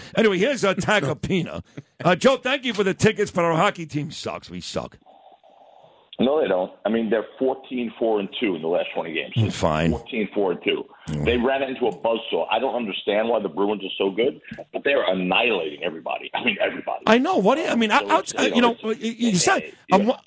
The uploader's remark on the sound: calls in from Italy